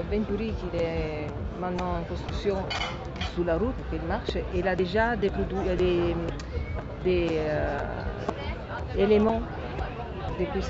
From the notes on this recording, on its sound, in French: enregistrée à Monaco, le 26/09/2016 lors de la Présentation du Team Venturi pour la saison FIA en Formule Electrique Series